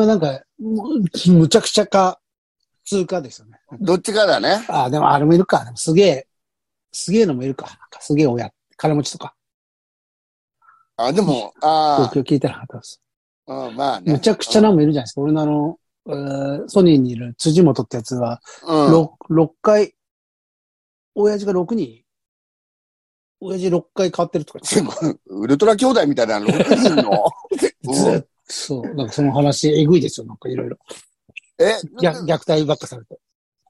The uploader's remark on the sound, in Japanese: ZOOMで収録